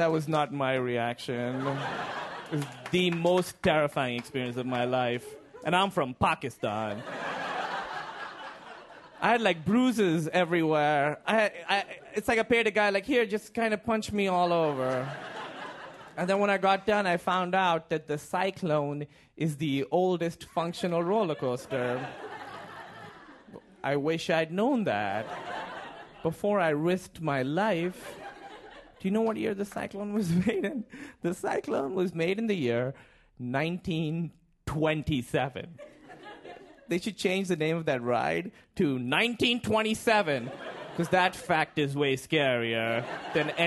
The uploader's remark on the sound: Live comedy from our shows in Philadelphia and New York City.